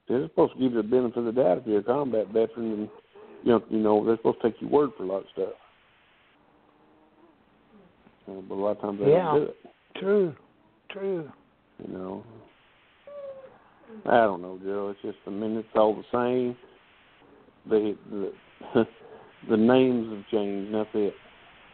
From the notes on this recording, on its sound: This is an open call in show. Audience participation is welcome.